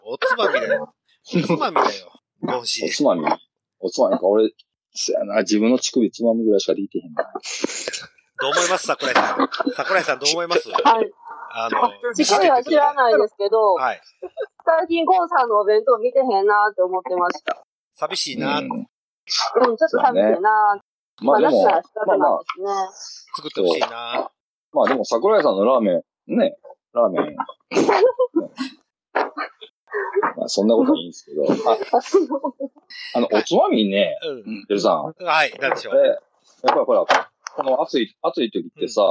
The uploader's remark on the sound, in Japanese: 回線不良につき雑音多め。回線トラブルで雑音多めです。